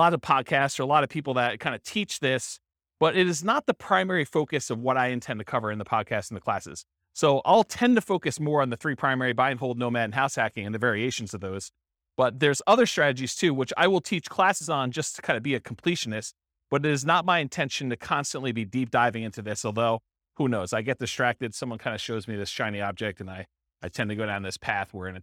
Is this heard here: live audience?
yes